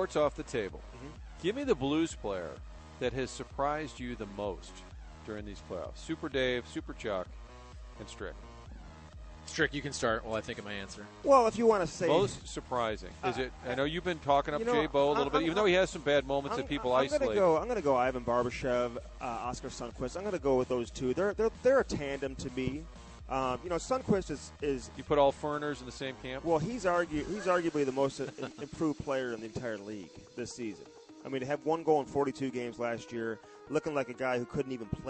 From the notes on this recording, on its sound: broadcasting live from the Enterprise Center